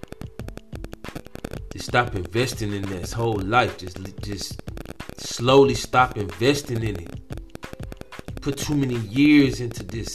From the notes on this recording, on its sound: Apologies for the the bad sound quality. There were microphone issues.